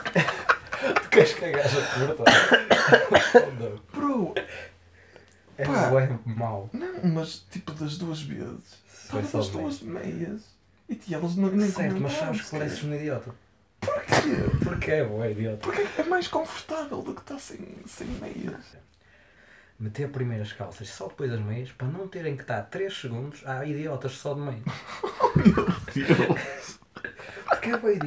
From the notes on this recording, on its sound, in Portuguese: A gravação fantasma que deu início a todo este projeto. Peço desculpa pelo volume abaixo do normal neste episódio, mas não foi gravado com consciência.